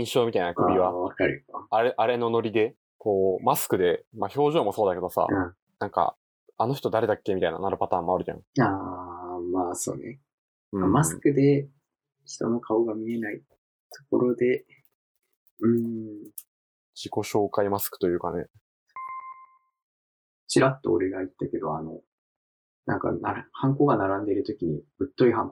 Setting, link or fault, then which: fault, poor microphone